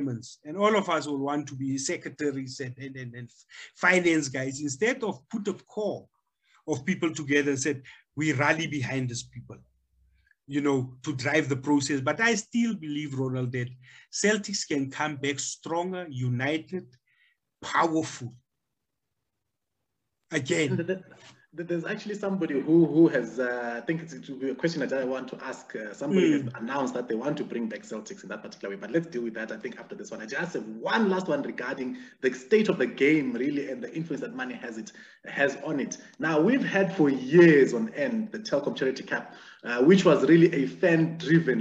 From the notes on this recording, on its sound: The series is webcast via Zoom